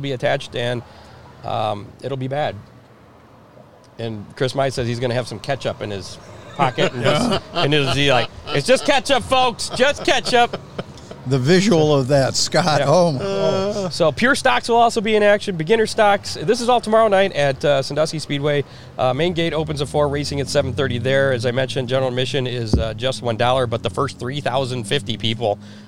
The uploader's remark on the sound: LIVE FROM BIG D's PIZZA